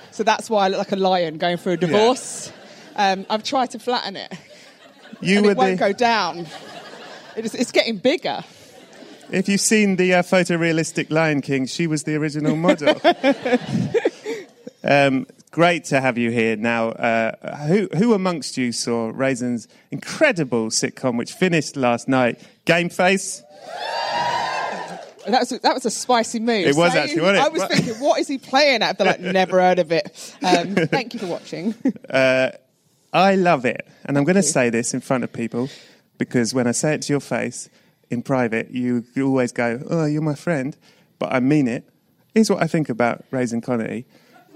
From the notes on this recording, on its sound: This one was recorded LIVE on location at the BFI, at the Southbank in London